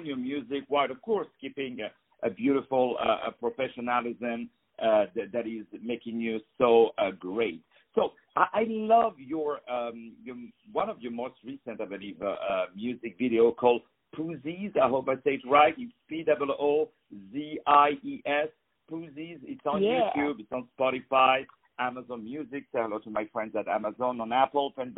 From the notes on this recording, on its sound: On the phone